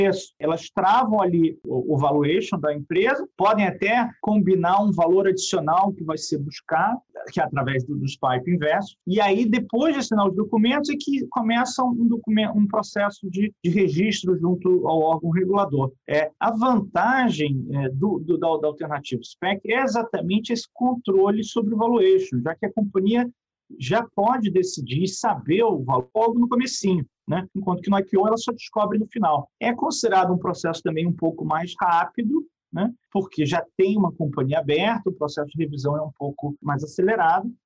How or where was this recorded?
video call